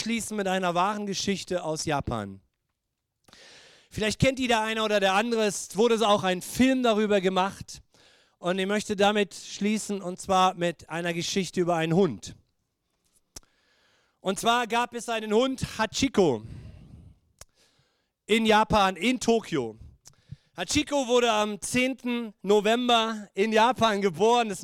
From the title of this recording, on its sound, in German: Gottesdienst Predigt